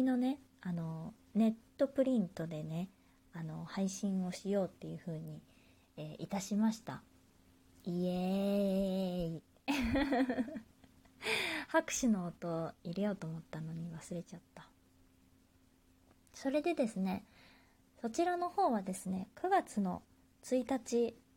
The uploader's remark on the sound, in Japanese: 自宅でスマホによる収録のため様々な騒音が収録されています、ご了承ください